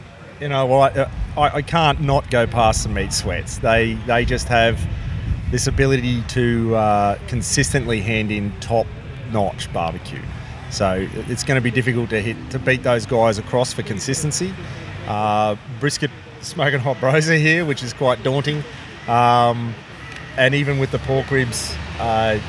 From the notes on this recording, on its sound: This episode was recorded live at the BBQ & Beats Competition at the NightQuarter on the Gold Coast of Queensland, Australia. It documents a BBQ competition that was the first of its kind in Australia – a day competition.